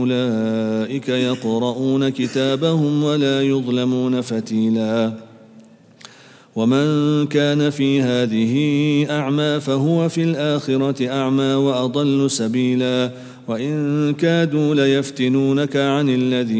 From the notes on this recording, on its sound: at the Houghton Masjid (West Street)